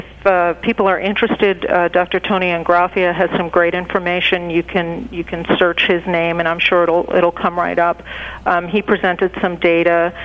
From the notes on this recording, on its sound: Joining via the phone lines. Calling.